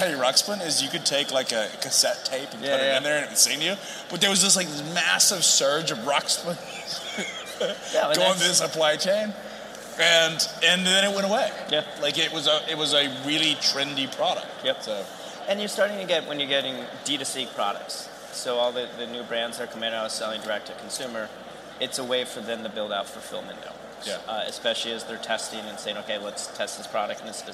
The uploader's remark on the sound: on the set of FreightWaves LIVE in Chicago